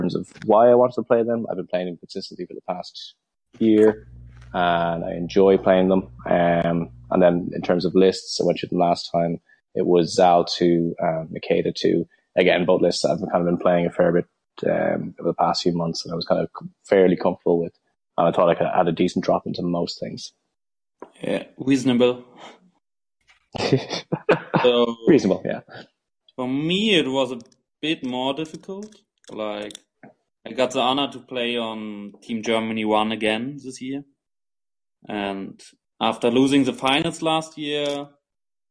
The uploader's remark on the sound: We had some minor audio issues this episode, we should have the issues resolved next record.